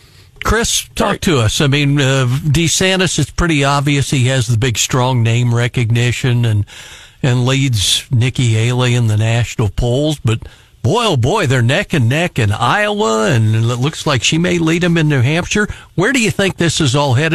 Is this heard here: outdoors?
no